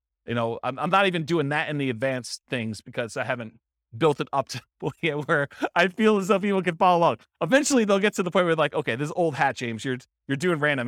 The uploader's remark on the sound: This was a live class recorded